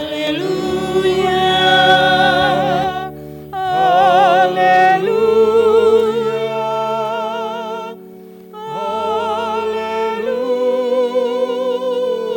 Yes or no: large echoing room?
yes